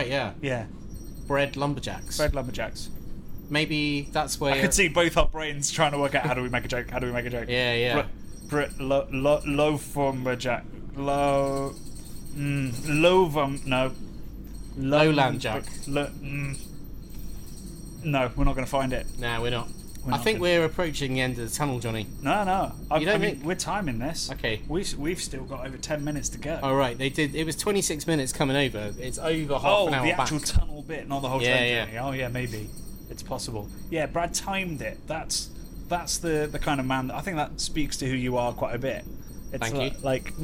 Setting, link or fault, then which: setting, inside a vehicle